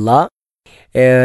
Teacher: വ അൽ ജഅ്തു ലഹരി ഇലൈക, ലഹരി എന്നതിൻ്റെ ല നാവ് മുൻപല്ലിൻ്റെ മുകളിലേക്ക് സ്പർശിച്ചു കൊണ്ടുള്ള ല ആണ്, ല എന്ന അക്ഷരമാണ്. വായ നിറച്ചല്ല, വായ പരത്തി പറയേണ്ട അക്ഷരമാണ് ല.